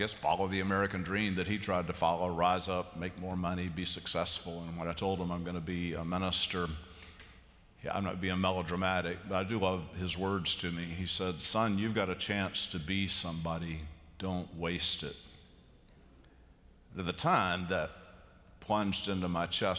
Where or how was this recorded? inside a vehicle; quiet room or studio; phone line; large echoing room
large echoing room